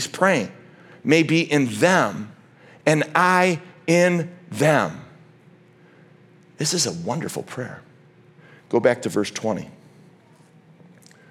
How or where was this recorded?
large echoing room